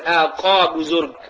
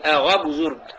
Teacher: بالنسبه للفرس عندهم قاف، لكنهم يقلبون القاف غينا · Shown in: second take · فمثلا بيقول ما يقدر يقول اقاب زرق، يقول اغاب زرق، يعني الرجل الكبير.